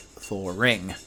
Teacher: In about 1900, almost everybody said thawing, pronounced thaw-wing, and the majority of people are now pronounce the word thawing with the intrusive R, which sounds like thawing.